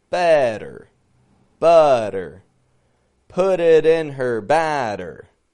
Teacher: We're getting it strong, weak, strong, weak. And the flap T's are helping us control that transition from the strong syllable to the weak one.